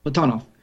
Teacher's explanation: Three syllables. The middle syllable is usually the one that's stressed.